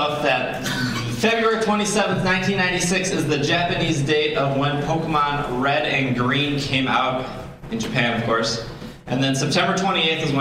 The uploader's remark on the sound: Live at C2E2. This podcast was recorded live.